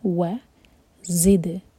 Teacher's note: یہ ہے زا بزنگ ساؤنڈ کے ساتھ، دال پر قلقلہ. وزدناہم، نا مد طبعی، نون پر فتحہ ساتھ میں الف، تو دو حرکہ لمبا کھینچیں گے، وزدناہم ہدا.